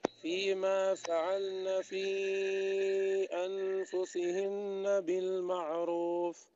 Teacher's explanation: أنت تضيف ألفا ما في ألف